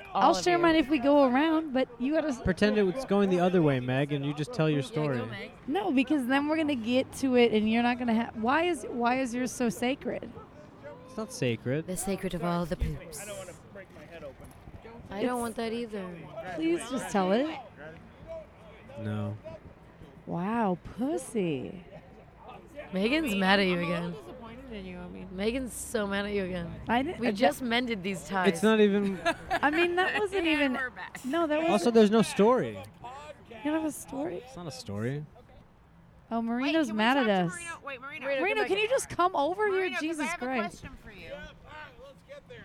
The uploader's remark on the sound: Recorded on a rooftop in Los Angeles.